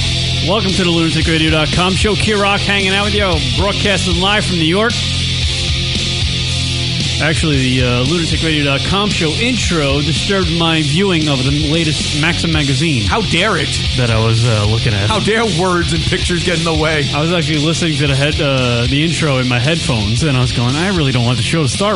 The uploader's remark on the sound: listener calls, drunk calls